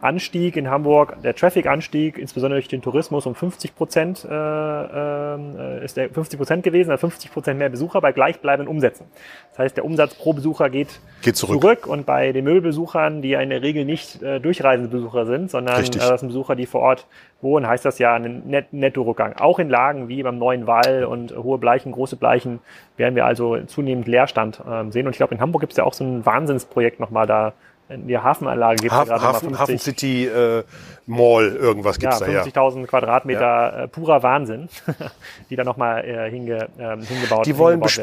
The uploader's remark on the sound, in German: K#Spezial live vom POL. Im Rahmen des Pioneers of Lifestyle Summit.